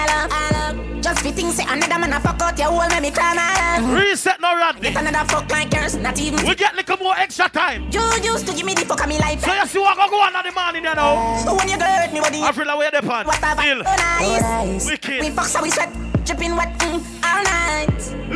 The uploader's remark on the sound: Live Juggling Pearl White Promotions At The Local Party Place The Bronx NYC